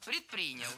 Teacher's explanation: в прошедшем времени ударение переползает как раз на второй слог